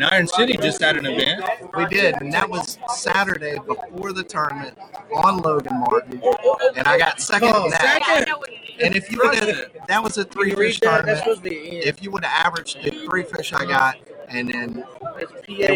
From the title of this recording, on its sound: Reel Down Live From The Bass Master Classic